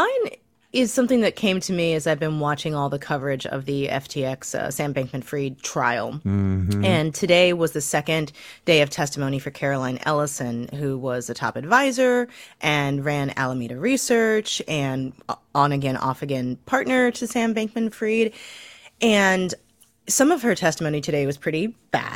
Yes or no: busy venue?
no